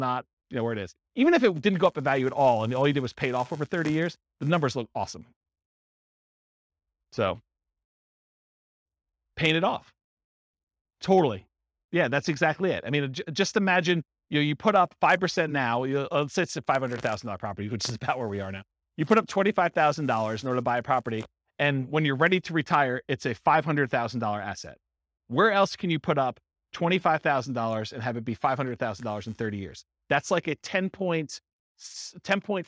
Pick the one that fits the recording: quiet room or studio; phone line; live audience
live audience